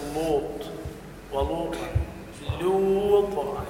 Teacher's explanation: ترقيق اللام لوط مهم جدا